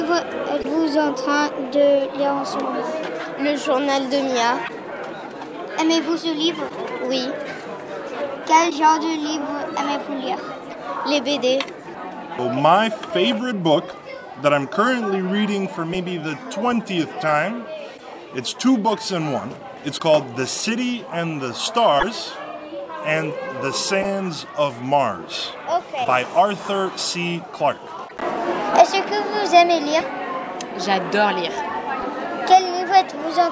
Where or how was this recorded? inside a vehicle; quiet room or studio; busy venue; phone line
busy venue